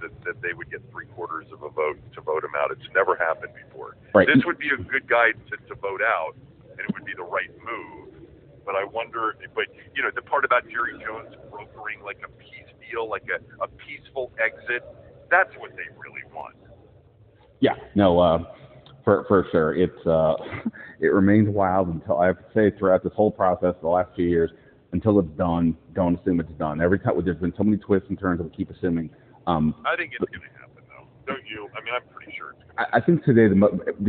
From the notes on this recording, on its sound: Open the show by talking face-to-face. Over the phone.